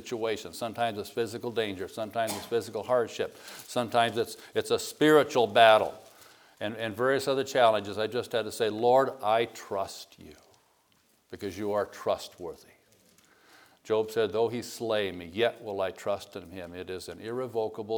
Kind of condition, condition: setting, large echoing room